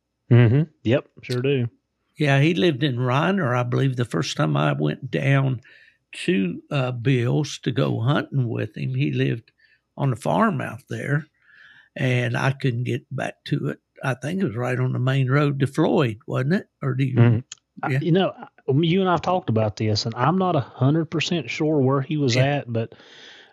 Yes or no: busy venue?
no